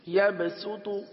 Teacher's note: یبسط سین پڑھیں گے، صحیح نا، صاد نہیں پڑھیں گے